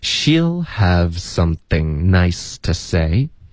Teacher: 它里面其实唯一的变化呢，就是这个 to 会弱读成 t